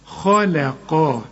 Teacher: القاف مفخمة وقبلها الخاء مفخمة وبينهم اللام مرققة، خلقا. لازم ترجع شفايفك في اللام، خلقا.